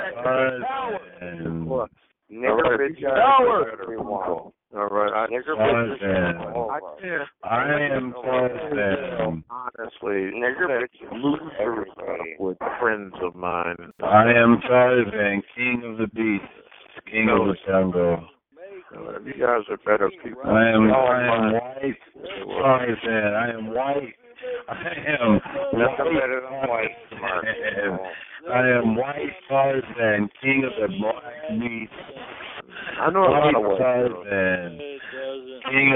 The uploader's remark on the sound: Conference Call